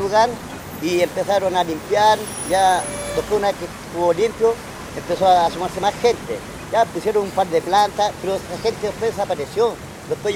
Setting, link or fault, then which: setting, outdoors